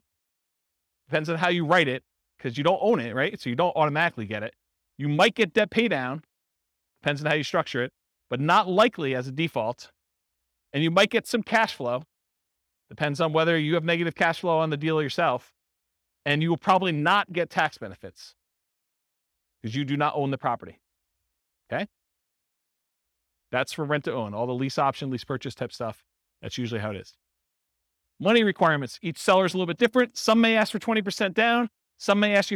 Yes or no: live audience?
yes